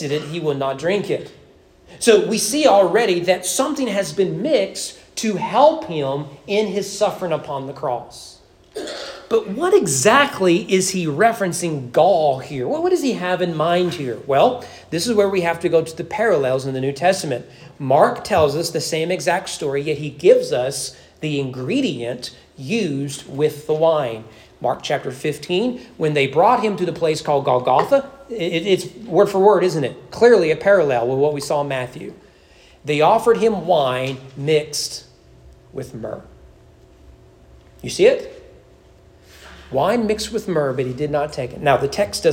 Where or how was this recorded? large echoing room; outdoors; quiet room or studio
large echoing room